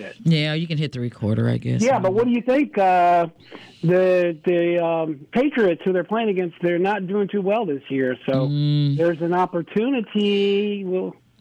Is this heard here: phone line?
yes